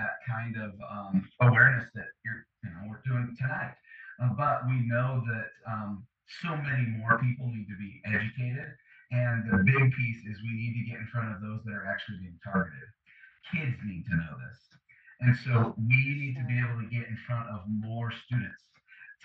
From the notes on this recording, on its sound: The audio quality of this episode was not up to our usual standard. Despite the frustration/disturbance with the audio I still felt it was worth publishing this amazing conversation.